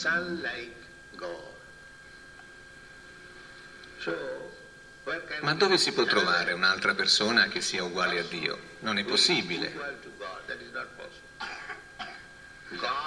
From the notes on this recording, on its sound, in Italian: in diretta dal Tempio di Villa Vrindavana